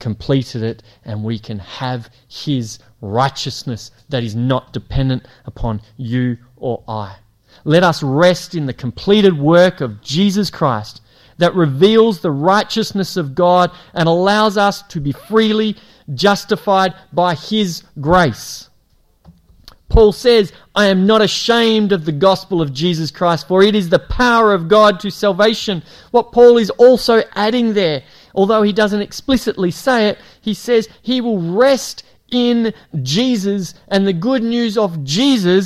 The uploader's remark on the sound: It was preached at Esperance Church of Christ